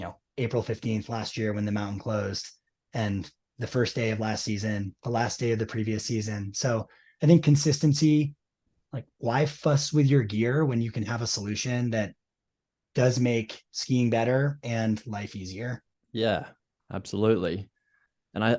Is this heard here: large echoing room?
no